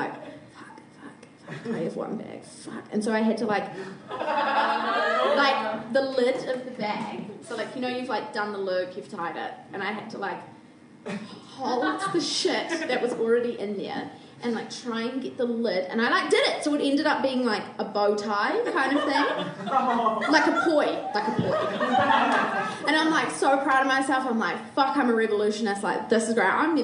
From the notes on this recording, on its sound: Recorded live at The Basement Theatre.